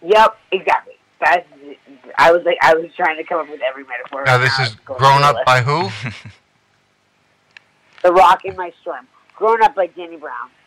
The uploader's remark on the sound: Called. Prerecorded episode.